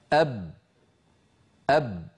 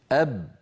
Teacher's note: لأن الشفتين قد انطبقتا على بعضهما وانحصر الصوت خلفهما · Term: الشدة